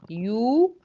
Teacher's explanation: بضم شفايفي في الياء المضمومة، وكمان في الواو بضم برضو الشفتين بس ضمت ايه مخرج وارجع افتح الفتحة بتاعت الواو.